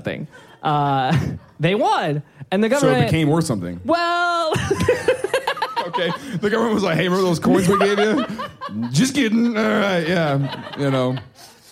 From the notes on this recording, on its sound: Filmed live with an audience at the Rino in Kansas City, MO on October 30th, 2021. This episode of the Things I Learned Last Night Podcast was filmed live with an audience at the Rino in Kansas City, MO.